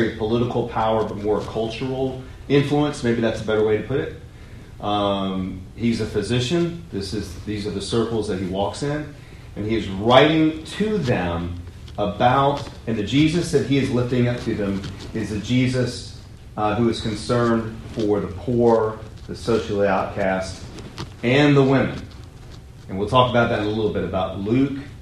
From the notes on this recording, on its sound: Audio and PowerPoint from the On The Way New Testament lecture. My apologies for the terrible audio – I realized what I did and will fix it for next time! Trinity Presbyterian Church - Charlotte, NC.